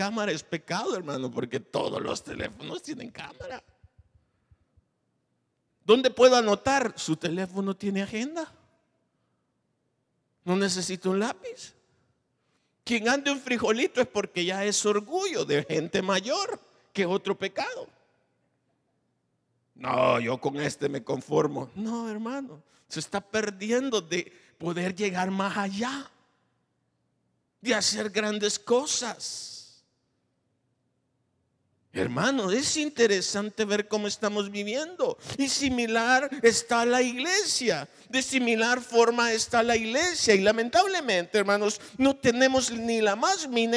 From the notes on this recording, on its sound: Recorded live. Grabado en Iglesia Genezareth.